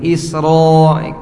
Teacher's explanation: hukum ro kalau di fathah tebal isro, untuk menebalkan huruf ya dengan cara mengangkat pangkal lidah, isro bukan isra gitu ya.